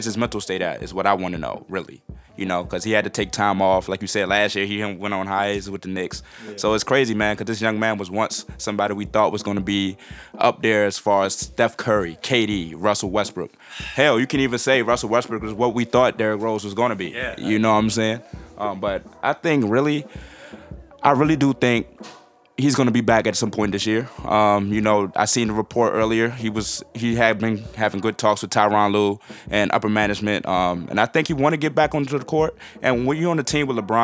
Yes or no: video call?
no